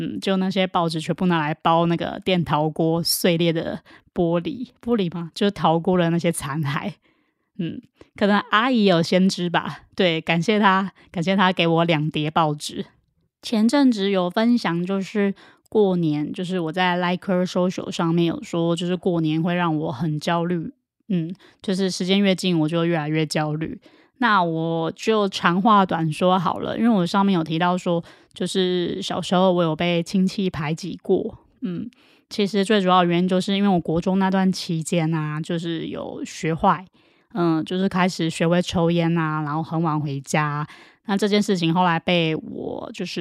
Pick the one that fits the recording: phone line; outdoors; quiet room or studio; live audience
quiet room or studio